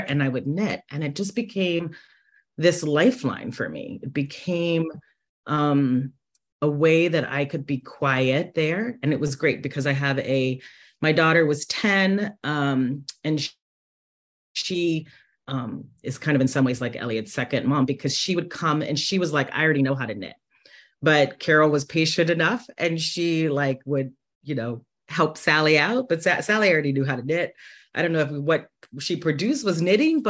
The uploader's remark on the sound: This interview was one of several online sessions recorded during the Knitathon